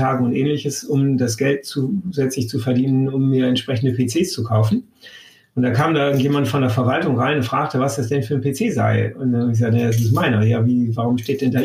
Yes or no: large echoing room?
no